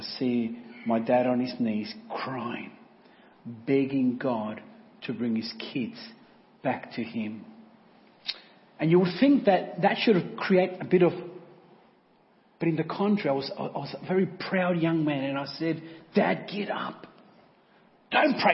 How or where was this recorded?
large echoing room